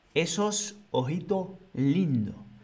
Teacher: no es una O, sin más, sino O, tiene un poco más al final, pero no llega a ser una S